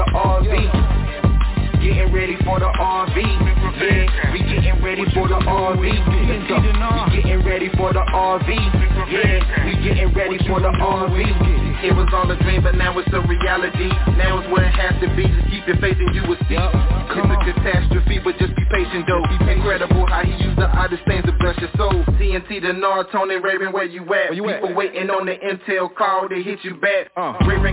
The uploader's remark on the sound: Conference Call